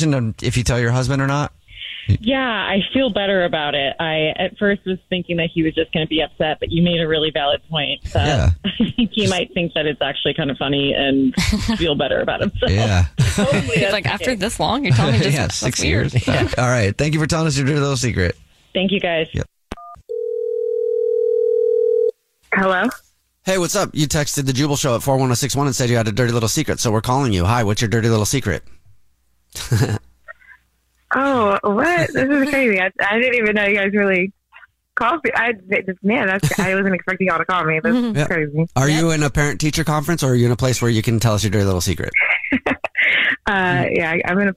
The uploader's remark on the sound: The woman on the phone